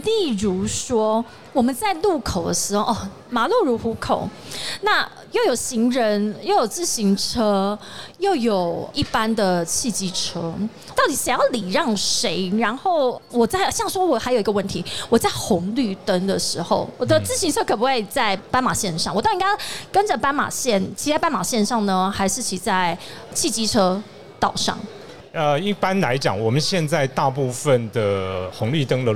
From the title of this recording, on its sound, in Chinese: 2022 Taipei Cycle台北國際自行車展-Live Podcast